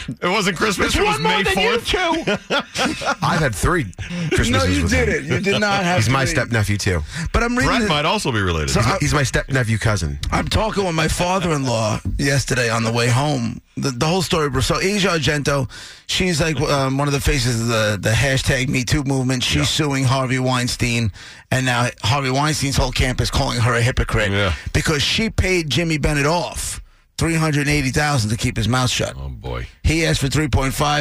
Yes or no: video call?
no